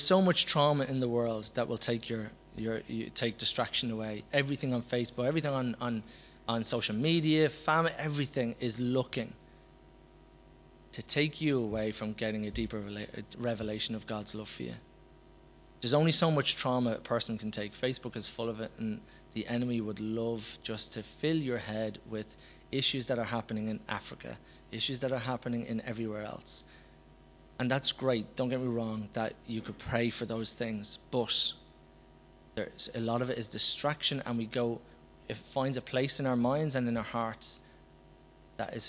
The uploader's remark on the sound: Recorded live at Liberty Church on 22nd December 2019